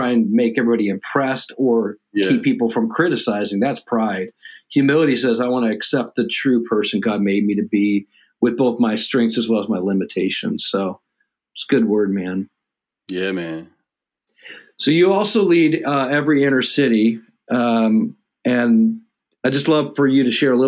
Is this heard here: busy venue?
no